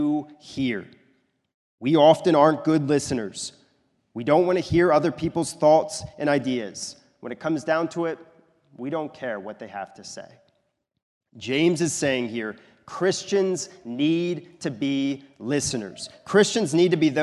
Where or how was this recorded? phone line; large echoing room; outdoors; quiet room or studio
large echoing room